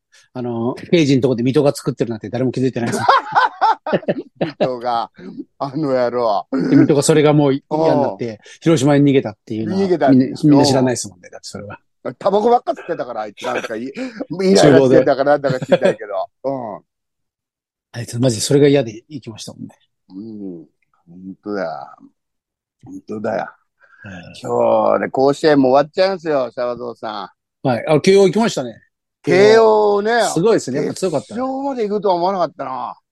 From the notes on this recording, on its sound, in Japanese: ZOOMで収録。